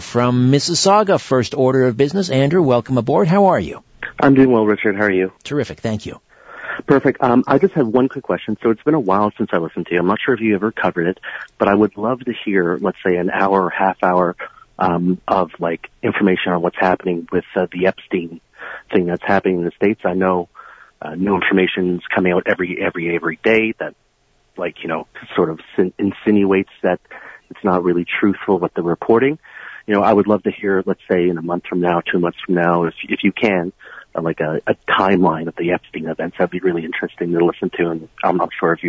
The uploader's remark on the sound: It's an hour of open phones. Callers from across North America!